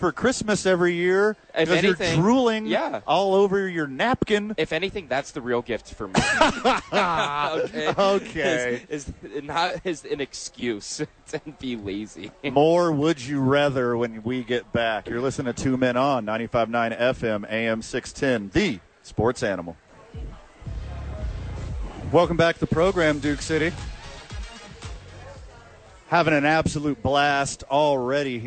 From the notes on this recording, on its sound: live from Top Golf for the YMCA Charity event